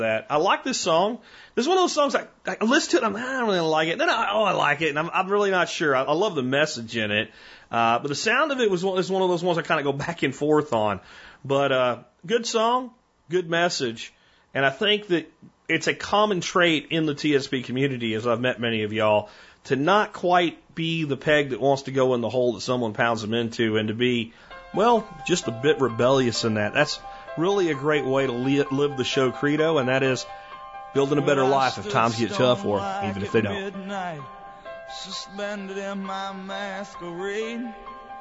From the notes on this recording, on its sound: Today on The Survival Podcast I take your phone calls